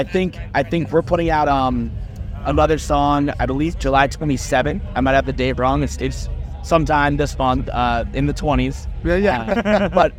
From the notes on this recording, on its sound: From our 'Live from 2000 Trees 2023' series. Their set at the festival.